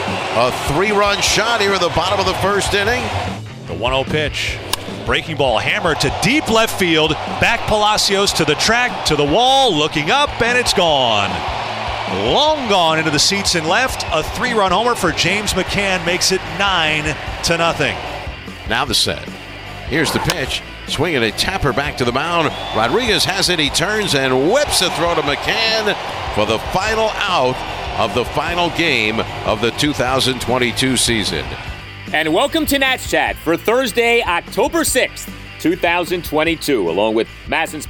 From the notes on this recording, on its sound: Live from Citi Field